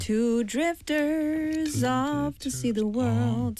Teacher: drifters off to see the world. S 하고 O 붙어서 너무 편안하게 나오는 거예요.